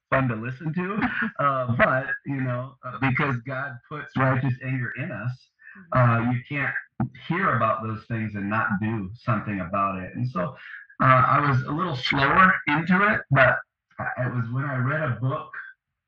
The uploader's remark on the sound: The audio quality of this episode was not up to our usual standard. Despite the frustration/disturbance with the audio I still felt it was worth publishing this amazing conversation.